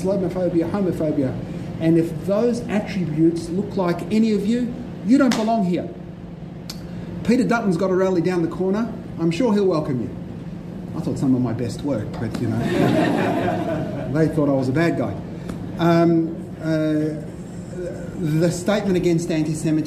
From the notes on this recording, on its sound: delivered at a Melbourne University NTEU forum